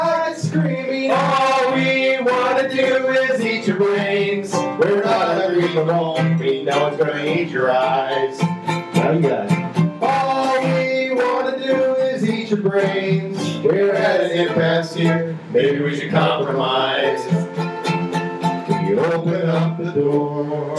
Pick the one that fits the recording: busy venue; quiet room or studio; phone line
busy venue